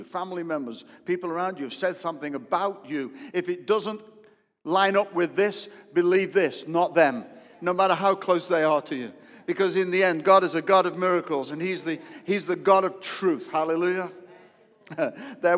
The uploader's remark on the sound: preached a sermon live at Destiny Church, Wakefield, UK (WF1 4AF) during the first service